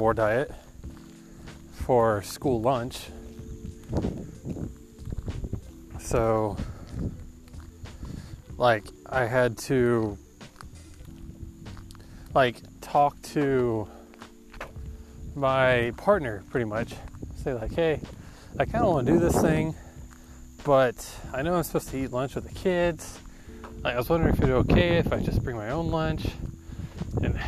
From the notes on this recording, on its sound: sorry about the poor audio quality this episode, it was a little windy